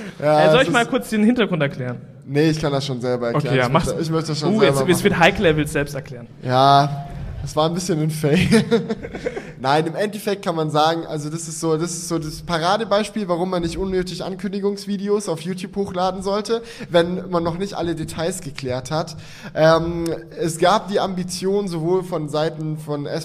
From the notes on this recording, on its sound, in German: Zum ersten Mal vor Live-Publikum! (Aufzeichnung). Haben wir uns zum ersten mal vor ein Live-Publikum gewagt und gemeinsam mit euch das Theater K in Aachen gerockt.